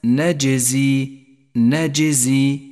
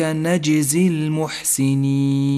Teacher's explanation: يحتاج حرف الجيم هنا إلى شدة وإلى قلقلة وإلى جهر، فلا يجري معه النفس ولا يجري معه الصوت، ونقلقله عندما نلفظه، وكلها صفات قوة لهذا الحرف، لذلك انتبه إلى لفظه، أي هكذا وكذلك نجزي المحسنين. · Term: القلقلة